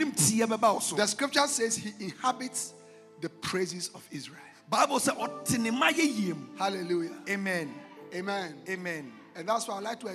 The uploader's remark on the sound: Preached at The Jesus Encounter Service at The Life Cathedral.